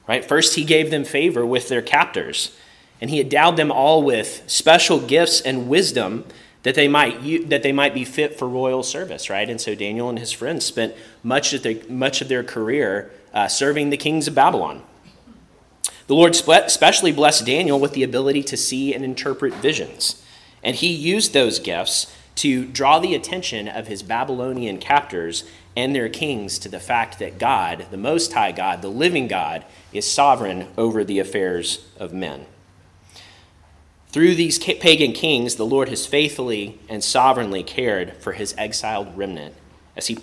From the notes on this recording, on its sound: preached at Christ Our Savior Baptist Church on Sunday, May 7, 2023